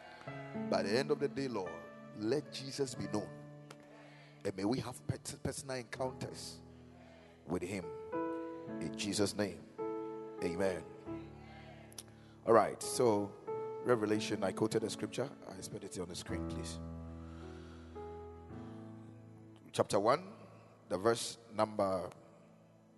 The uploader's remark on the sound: Preached at the Kingdom Sight Service